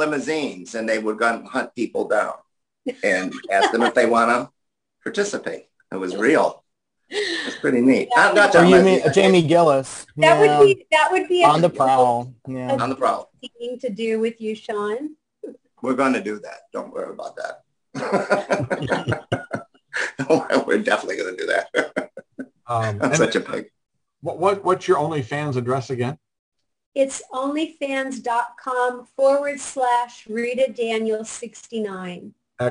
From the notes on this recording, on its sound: before we start the Zoom Show